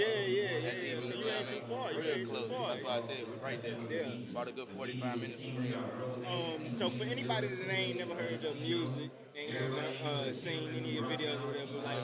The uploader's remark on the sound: live from the OutDaMud event in Charlotte, NC